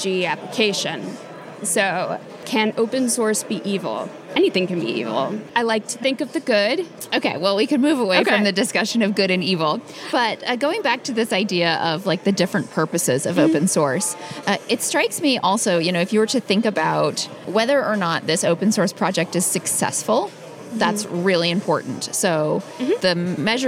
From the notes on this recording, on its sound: In this episode of The New Stack’s On the Road show at Open Source Summit in Austin.